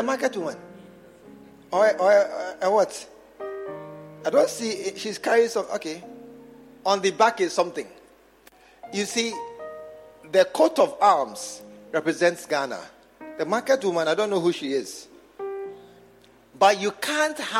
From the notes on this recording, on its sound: Preached at the True Vine Cathedral, Bantama